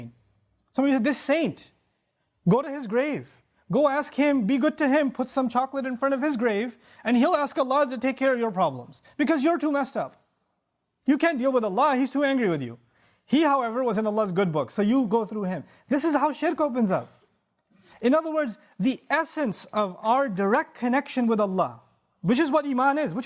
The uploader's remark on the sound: This khutbah was recorded at the Bayyinah Foundation Musallah on April 6th 2018.